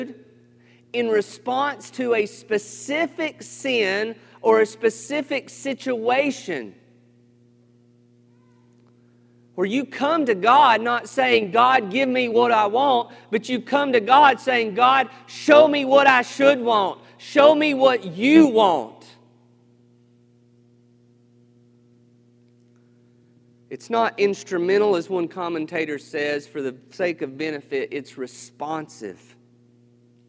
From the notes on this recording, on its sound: This sermon was recorded on June 20th, 2021 at Matthew's Table Church in Cleveland, TN